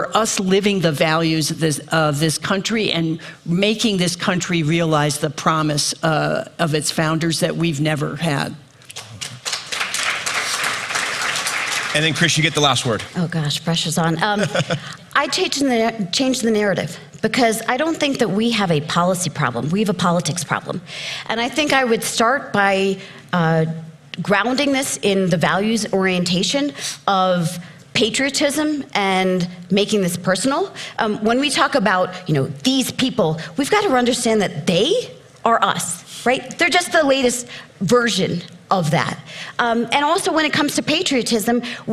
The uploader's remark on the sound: Moderates a panel of experts at the Aspen Ideas Festival.